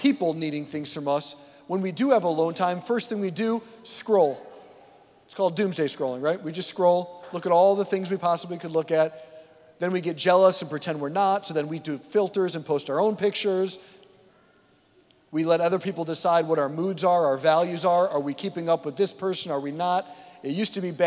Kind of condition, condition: setting, large echoing room